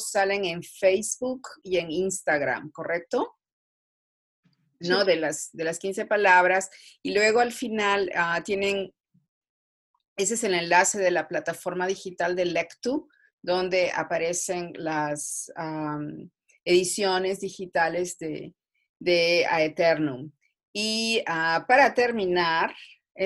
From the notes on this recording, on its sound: In this Zoom-podcast.